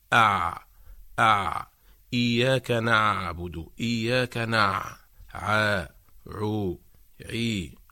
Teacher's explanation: أما حرف العين فعندما ننطق بهذا الحرف فإن لسان المزمار يعود إلى الوراء كثيرا، فتضيق الفتحة الباقية التي يمر منها الصوت